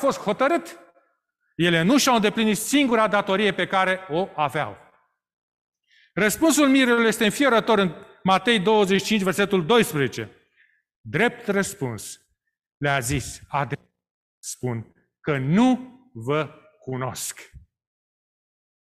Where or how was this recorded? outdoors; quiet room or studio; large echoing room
large echoing room